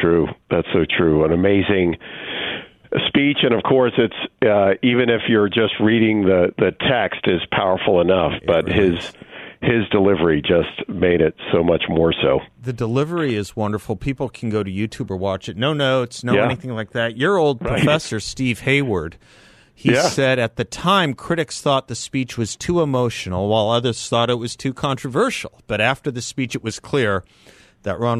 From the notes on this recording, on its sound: by phone